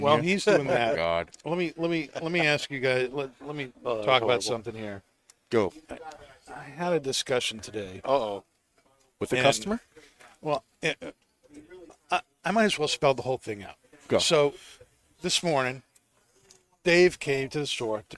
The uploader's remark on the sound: Recorded live from the 7-20-4 Lounge!